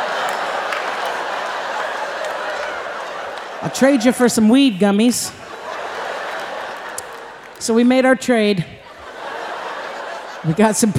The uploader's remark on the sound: Performed live at The Paramount in Oakland.